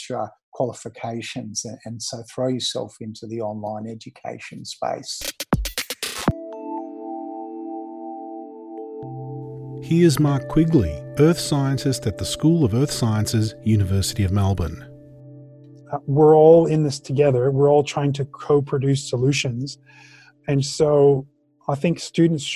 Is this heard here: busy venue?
no